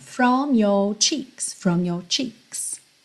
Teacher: no from tem a língua enrolada no R, no your já não tem